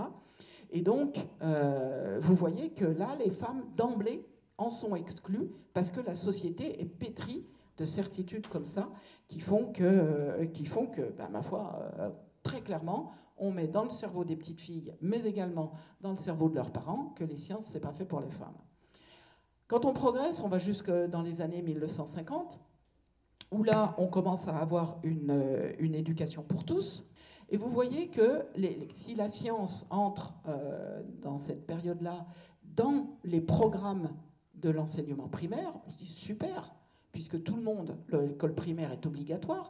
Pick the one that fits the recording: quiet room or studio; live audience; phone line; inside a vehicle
live audience